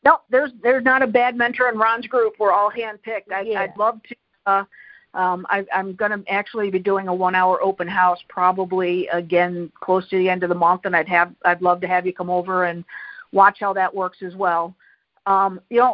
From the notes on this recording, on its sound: Q&A Call.